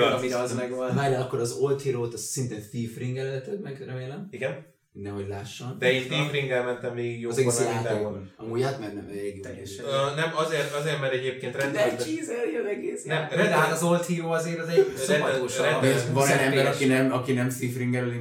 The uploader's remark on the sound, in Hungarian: Az adás az utolsó felvétel volt a régi helyszínen, azért az üres háttér, és az esetleges hangvisszhang, ezért elnézést